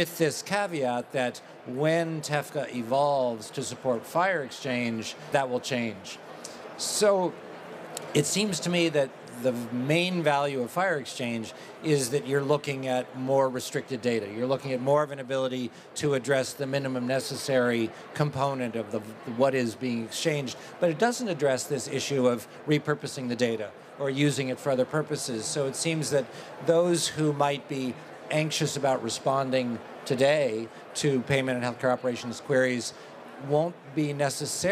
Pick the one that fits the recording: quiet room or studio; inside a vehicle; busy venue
busy venue